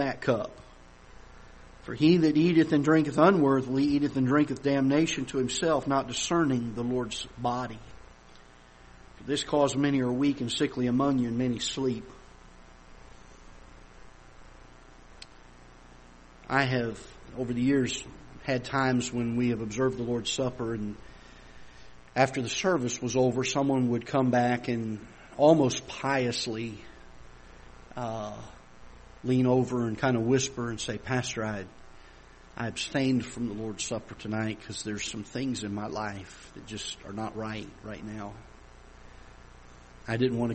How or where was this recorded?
large echoing room